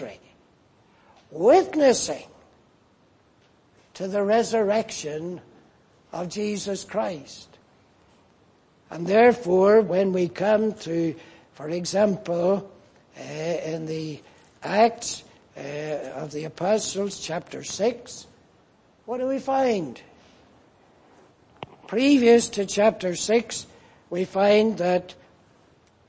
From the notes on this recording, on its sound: Preached in Grafton. At the Lord’s Day Morning service on 28th January, 2024.